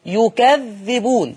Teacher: رقم 10 ايوه لفظ يكذبون ايوه ما يقولش يكذبون يقول يكذبون يضم الياء ويشدد الذال مع الكسر ايوه يكذبون ايوه تمام كده ايوه عندنا ايضا لفظ وقولوا حطه